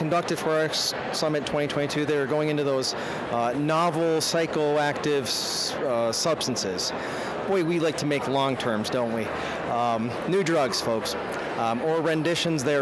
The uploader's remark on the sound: Live and in person at the 2022 RxSummit Conference which hosted anyone and everyone affiliated with and touched by our country's Drug Crisis. Many of those conversations were recorded and contained within this dynamic conference summary episode of the Pain Pod!